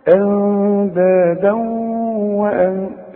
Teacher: التنوين اللي بعد واو بيحصل ادغام، يبقى ادغام بغنة